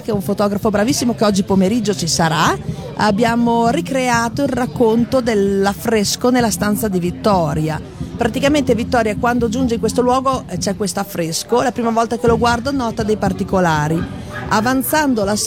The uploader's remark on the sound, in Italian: Da San Marino Comics 2020 la nostra intervista